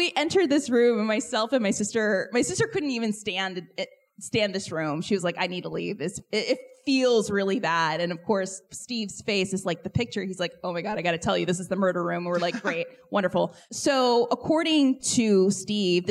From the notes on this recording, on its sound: An L.A. Podcast Event (live recording). This live recording comes to you in the format of our show.